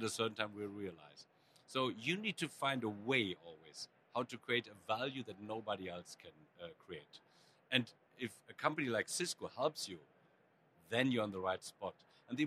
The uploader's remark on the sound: Live at Cisco Live